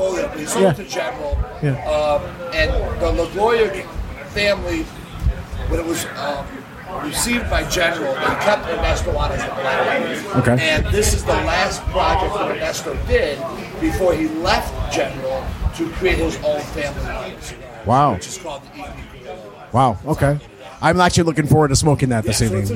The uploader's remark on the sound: Man Cave Happy Hour – Live from Stray Cat Lounge